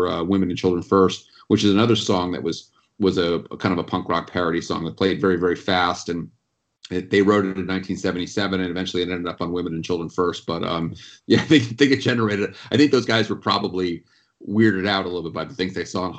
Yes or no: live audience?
no